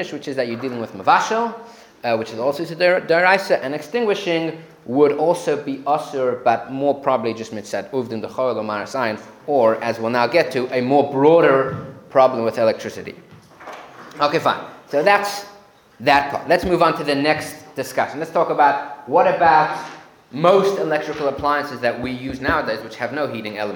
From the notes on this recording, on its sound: Recorded live at The Torah Center ATL on December 17, 2023